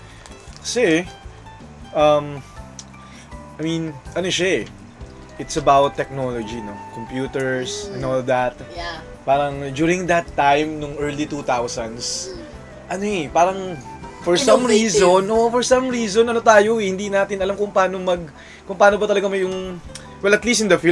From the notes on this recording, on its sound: We tried to record in one location using one mic, and it seems the sound did not come of as okay as we'd hope. Even with all the noise and sound quality differences.